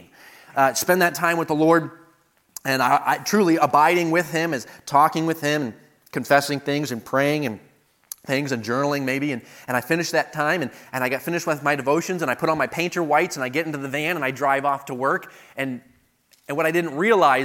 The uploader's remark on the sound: delivered at the 2023 Thee Generation Youth Summit at Falls Baptist Church in Menomonee Falls, WI this past October 11-13, 2023